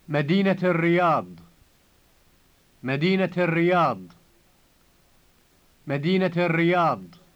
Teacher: When you say the city of such and such, the word Medina has a T added to the end.